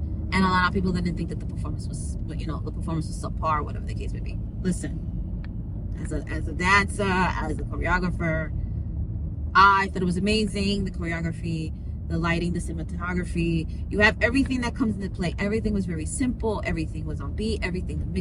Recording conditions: inside a vehicle